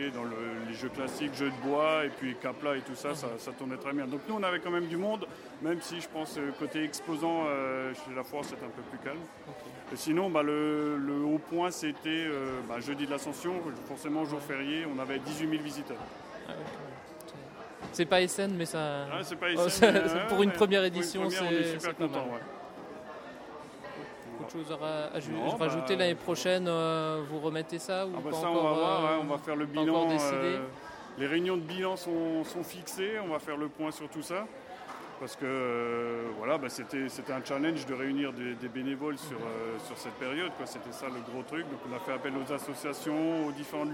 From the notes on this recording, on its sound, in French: Festival des jeux Happy Games de Mulhouse. S'est rendu à Mulhouse pour le festival Happy Games et en profite pour nous le faire découvrir.